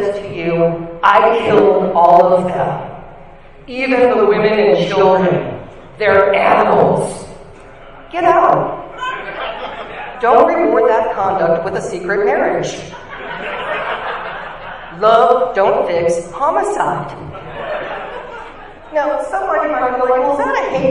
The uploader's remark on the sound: Recorded live at Nerd Nite East Bay.